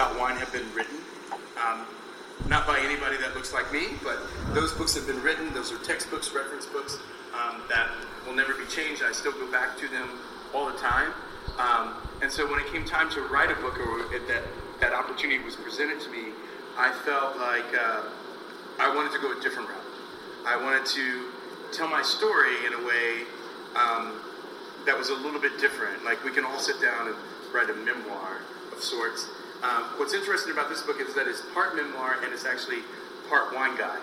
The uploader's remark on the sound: book release party at City Winery